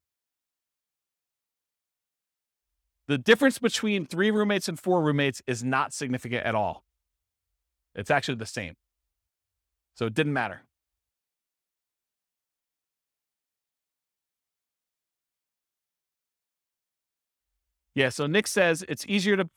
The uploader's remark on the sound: This was a live class recorded